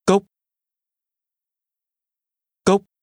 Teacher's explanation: Glasses is pronounced with a rising tone.